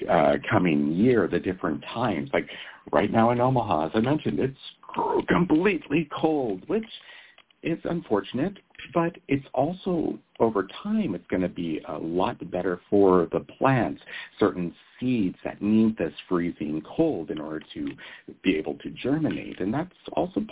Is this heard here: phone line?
yes